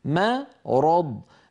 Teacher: الميم مرققة والراء والضاد مفخمتان، فلا يصح أن يقول القائل مرض فيفخم الميم تبعا للراء